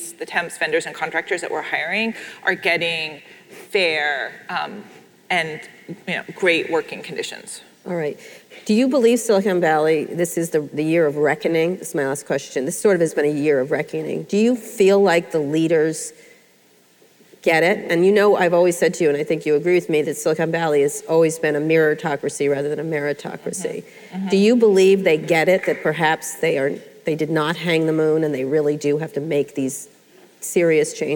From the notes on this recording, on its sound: live interview recorded at Lesbians Who Tech in San Francisco